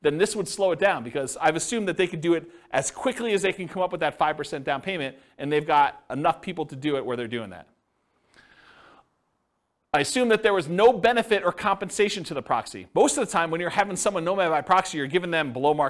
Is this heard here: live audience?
yes